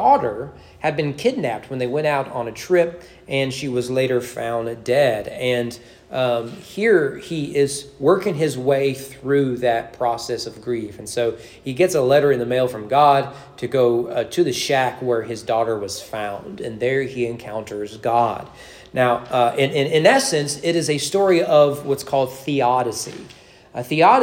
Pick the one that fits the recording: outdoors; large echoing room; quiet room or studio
large echoing room